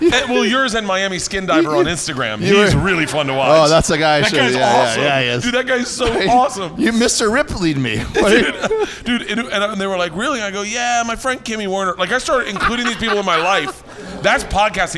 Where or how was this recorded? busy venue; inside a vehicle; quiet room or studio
busy venue